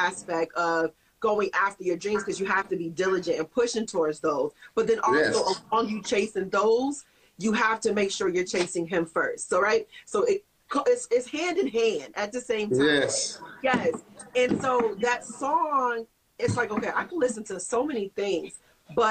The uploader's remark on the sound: Had the chance on Instagram Live